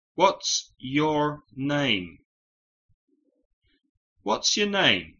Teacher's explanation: la palabra your o su en español normalmente se oye muy débil